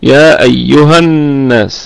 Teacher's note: ونقف عليها بالمد الطبيعي حركتين فقط، لكن وصلا يا أيها الناس هذا المد محذوف في حالة الوصل